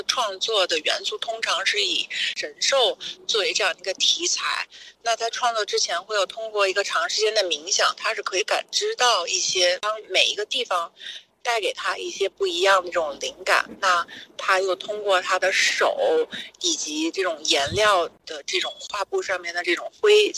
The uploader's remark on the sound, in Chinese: 西岸现场快问快答。现场观展客人众多，杂音较重。本次我们特别邀请了西岸艺博会现场的画廊主理团队接受我们的快闪提问与部分作品导览解读。